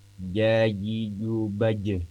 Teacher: Huruf jim ya. Itu diucapkannya dengan lidah tengah.